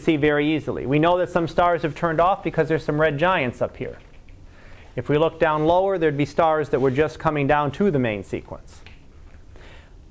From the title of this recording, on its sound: Live Class Lecture